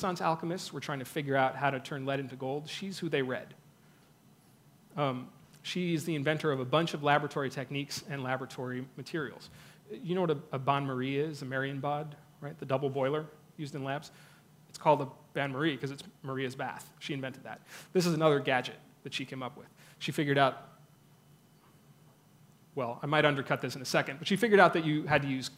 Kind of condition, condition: setting, busy venue